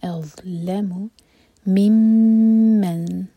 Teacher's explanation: اظلم ضا ساکن کے بعد لام پر زور. اظلم ممن میم شدہ پر غنہ دو سیکنڈ ہولڈ کریں گے اور اخفا کرنے کے لیے بھی دو سیکنڈ ہولڈ کریں گے.